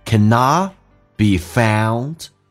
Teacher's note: cannot t 去掉，因为这个叫略音，后面是以辅音开头